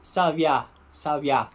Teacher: Não tem esse som B em tupi, em outras palavras. É sempre V. Então, o B, ele até pode ser bilabial, né, com esse som de B, mas só quando ele tiver um M antes dele.